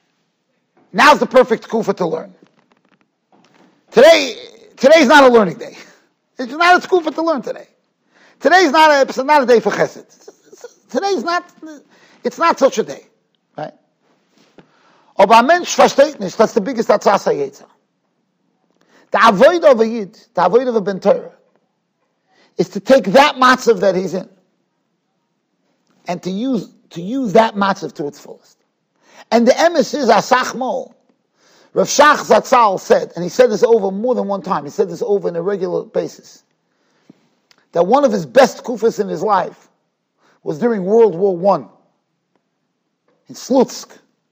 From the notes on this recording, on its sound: Shiur recorded in Yeshivas Ohr Reuven, Monsey, NY.